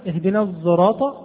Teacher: مثال ثالث على هذه الحروف الصاد المشتملة على صوت الزاي في نحو كلمة الصراط، معلوم اهدنا الصراط المستقيم، وقرأ حمزة وهذه قراءة غير حفص، قرأ حمزة اهدنا الصراط بين الصاد والزاي، أو صوت صاد مشتمل على صوت زاي